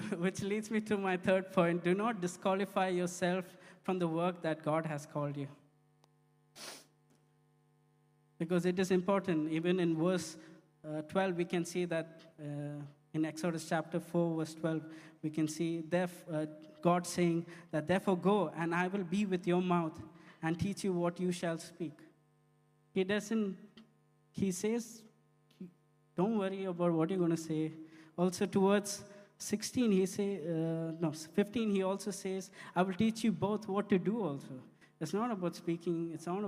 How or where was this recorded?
large echoing room